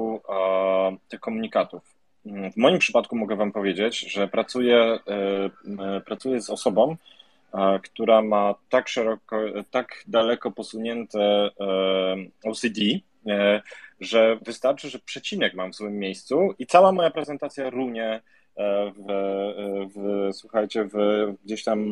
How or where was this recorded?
video call